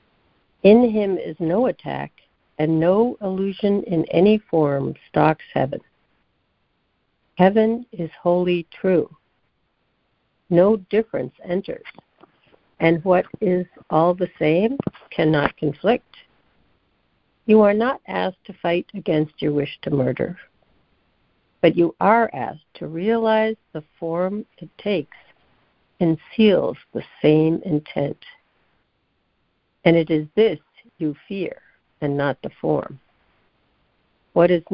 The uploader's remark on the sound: ACIM Daily Conference Call